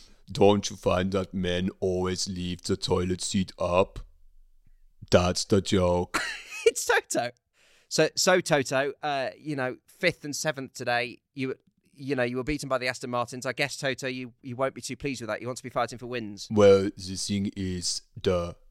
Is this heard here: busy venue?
no